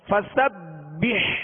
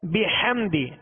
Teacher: ہا وسط حلق سے ادا کریں گے